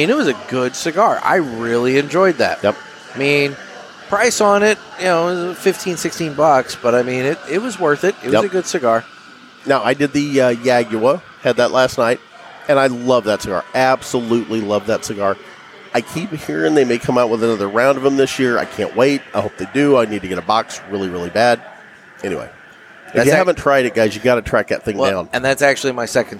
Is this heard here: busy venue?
yes